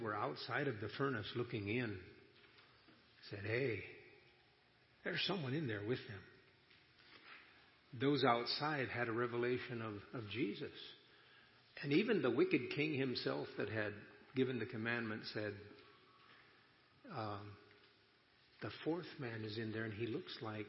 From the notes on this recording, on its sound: at Ignite Conference 2021